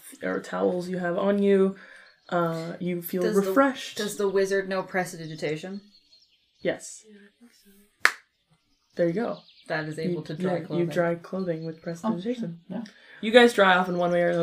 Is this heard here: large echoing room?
no